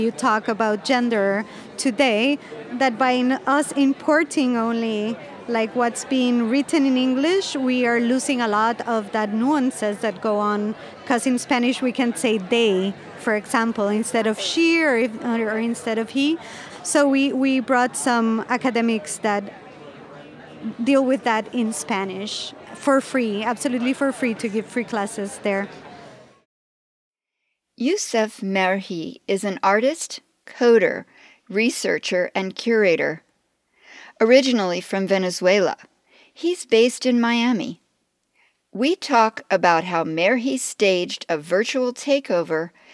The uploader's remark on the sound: Setting up a temporary recording studio in a poolside cabana, at a Miami Beach hotel, we sit down with a dozen curators and cultural producers to document their stories. In this marathon recording session. We recorded this special program when the annual Congress of the Association of International Curators of Contemporary Art (IKT) took place in the United States for the first time.